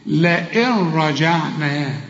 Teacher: إدغام كامل بدون غنة